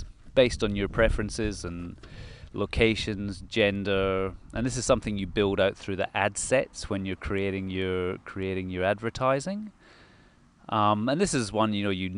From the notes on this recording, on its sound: Quick chat in the local park